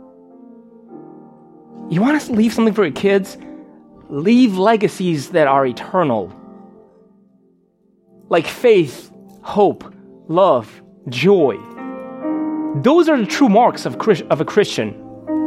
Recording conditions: large echoing room